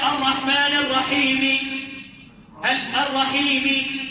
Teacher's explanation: تولد حركه او بعض حركه بعض كسره بس مش كسره كامله